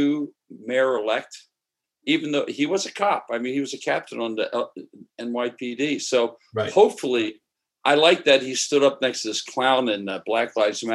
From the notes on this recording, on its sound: Sunday Sauce via Zoom.